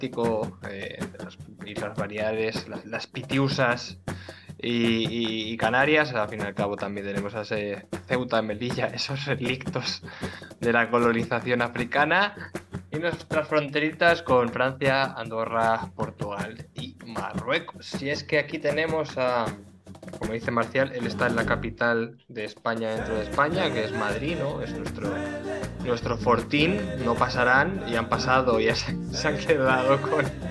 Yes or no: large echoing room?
no